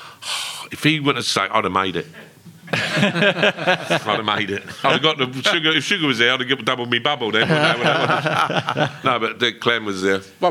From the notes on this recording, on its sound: Spurs Show Live!